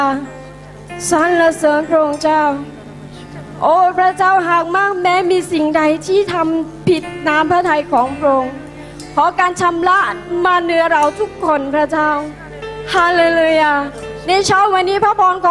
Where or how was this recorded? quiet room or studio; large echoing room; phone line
large echoing room